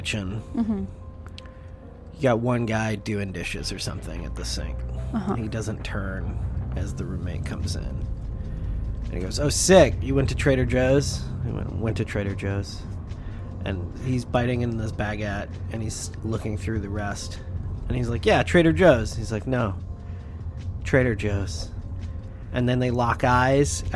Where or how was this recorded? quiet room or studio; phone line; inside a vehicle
inside a vehicle